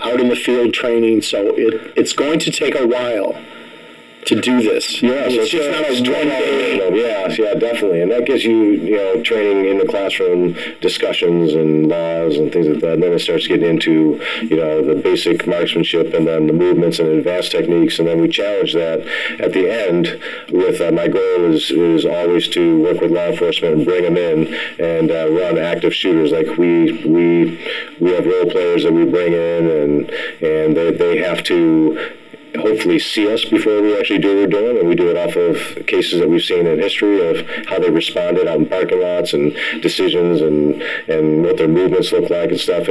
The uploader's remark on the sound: APOLOGIES FOR THE SOUND QUALITY-TECHNICAL DIFFICULTIES BEING WORKED ON.